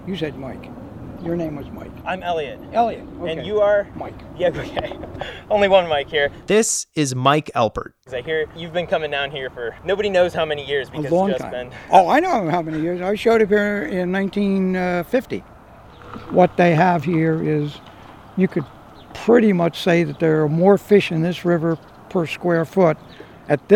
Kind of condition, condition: setting, outdoors